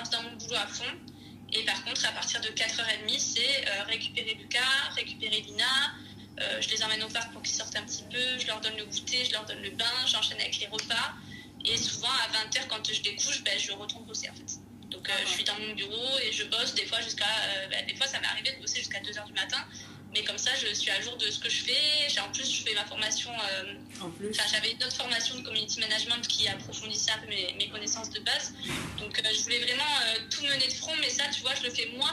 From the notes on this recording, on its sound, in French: Je vis dans la région parisienne. Qu’importe, notre entretien aura lieu par téléphone.